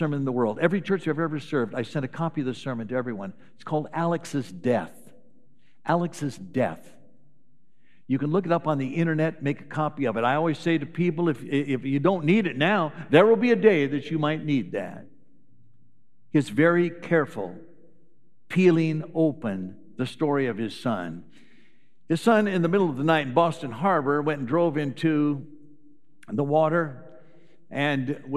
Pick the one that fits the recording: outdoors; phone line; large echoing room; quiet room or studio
large echoing room